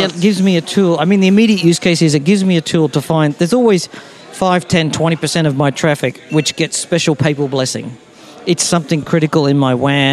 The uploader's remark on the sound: This Priority Queue episode was recorded live at IETF 96.